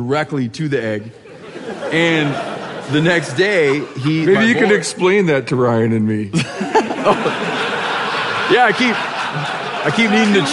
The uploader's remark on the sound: Live from Bozeman